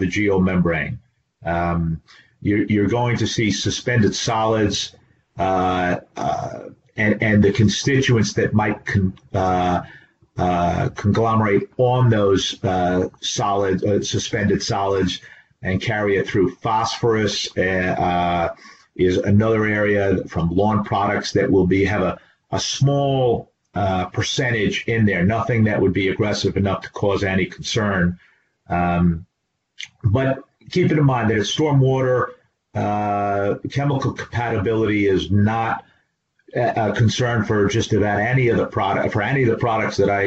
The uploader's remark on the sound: This is an audio version of the FGI webinar.